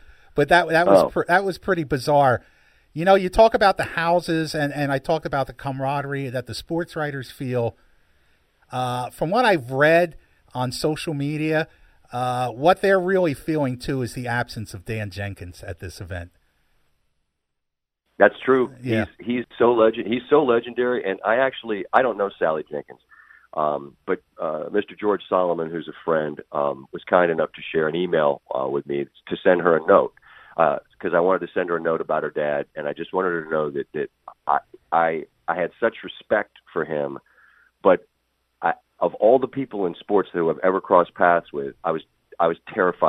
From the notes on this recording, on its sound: called in from Augusta